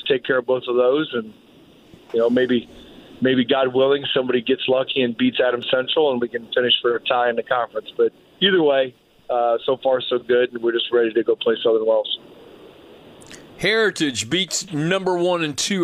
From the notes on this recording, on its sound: calls